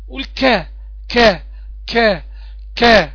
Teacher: هتلاقي أقصى اللسان بتاعك بيطلع ويصطدم بالمنطقة الصلبة من سقف الحنك الأعلى · Term: مخرج الكاف